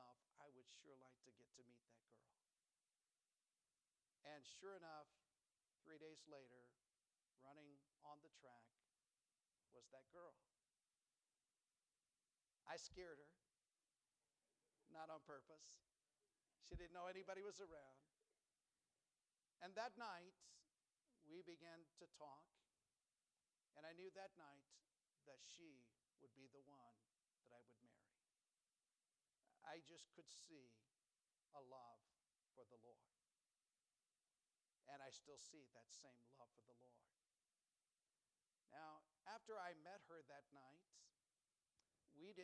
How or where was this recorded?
large echoing room